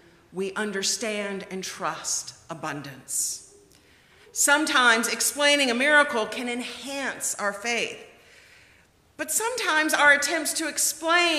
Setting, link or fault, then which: setting, large echoing room